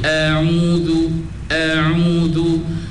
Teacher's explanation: Pasal hamzah dengan ain tu dia satu makhraj, iaitu makhraj halqi, halqum. Apabila dia satu makhraj, dia tak boleh bertangga tinggi sangat tuan-tuan.